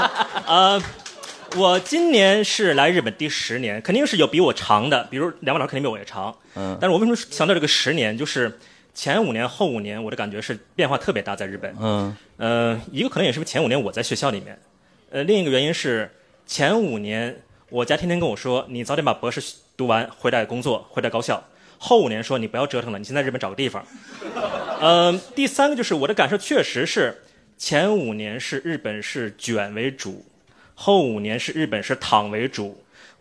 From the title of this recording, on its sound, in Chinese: 东亚观察局》线下见面会东京站实况